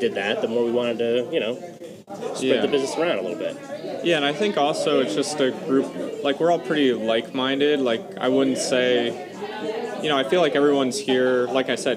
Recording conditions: busy venue